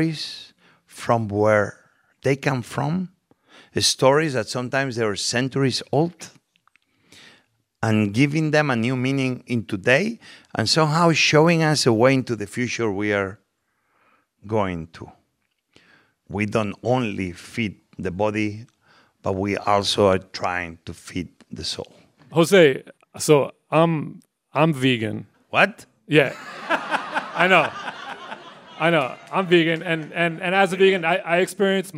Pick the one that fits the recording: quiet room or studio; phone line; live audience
live audience